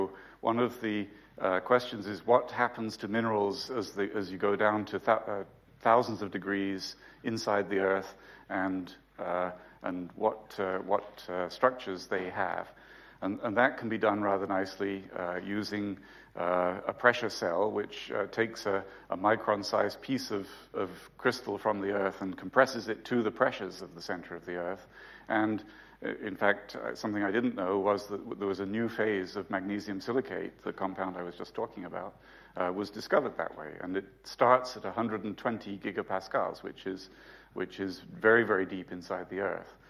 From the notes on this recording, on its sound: UCL Lunch Hour Lecture